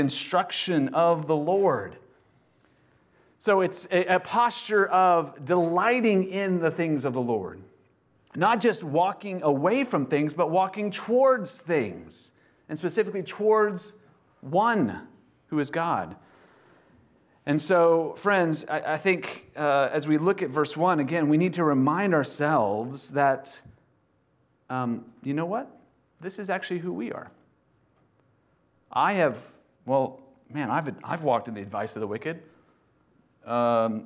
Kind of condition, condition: setting, large echoing room